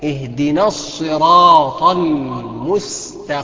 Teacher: الهمزه قبل الصاد رققها بس، وبعد كده كله تفخيم